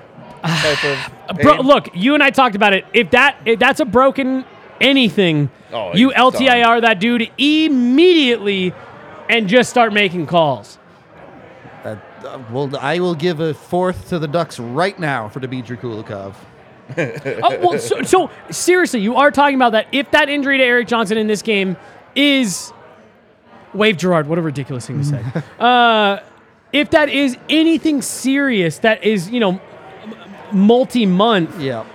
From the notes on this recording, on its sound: LIVE from the DNVR bar.